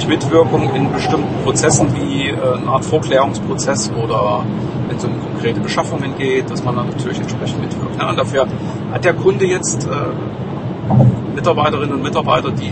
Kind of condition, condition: fault, background noise